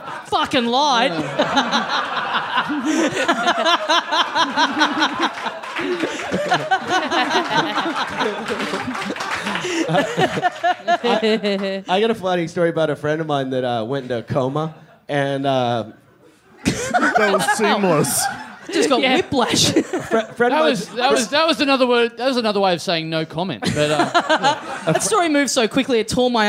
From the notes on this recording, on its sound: Recorded LIVE in Adelaide at the Rhino Room on March 3, 2017.